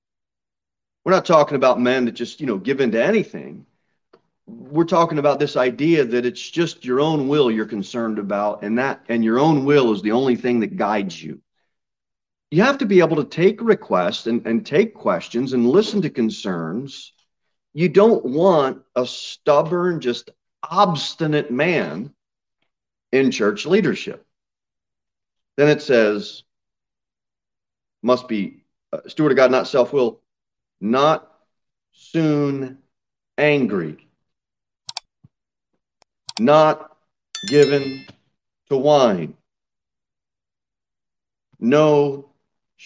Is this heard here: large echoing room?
yes